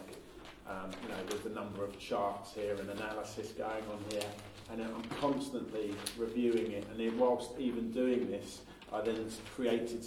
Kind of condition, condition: setting, busy venue